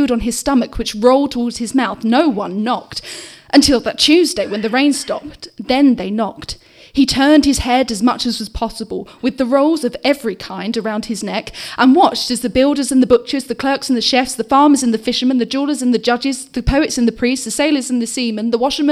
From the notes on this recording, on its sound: Some performances from the live and spooktastic Scare Slam, as recorded at the Old Red Lion Theatre on Friday 12th October 2018, for the London Horror Festival . Some performances from the live and spooktastic Scare Slam, as recorded at the Old Red Lion Theatre. For the London Horror Festival .